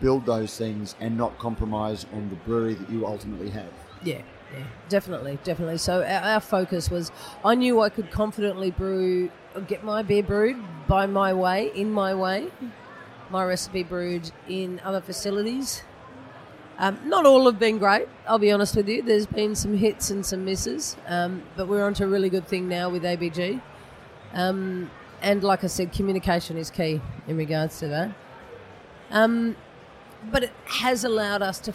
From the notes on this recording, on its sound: This is a special edition of Brews News, live from GABS in Melbourne. Brews News was able to take our mobile studio to GABS and capture some great discussions with a wide range of people in the beer industry. Today we have a series of shorter interviews.